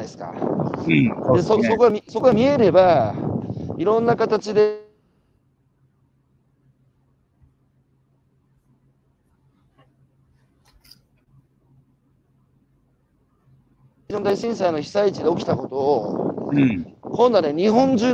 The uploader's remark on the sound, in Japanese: 歩きながら1時間、対談する